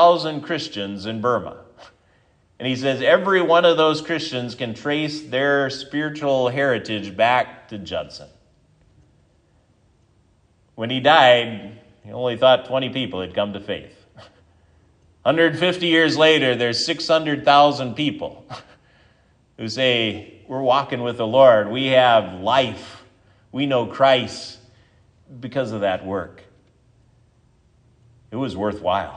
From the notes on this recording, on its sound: This is the sermon from Sunday Sept 3, 2023 at Triumph Lutheran Church, Ferndale, Washington